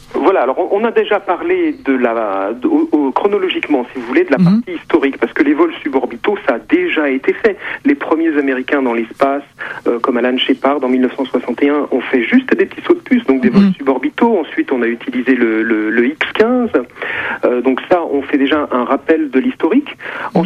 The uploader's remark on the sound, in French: par téléphone